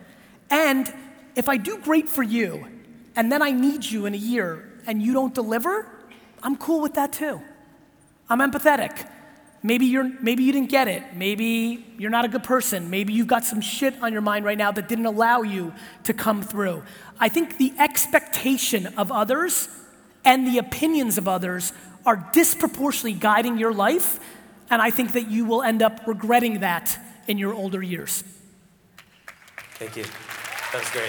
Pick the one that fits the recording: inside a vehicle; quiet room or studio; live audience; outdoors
live audience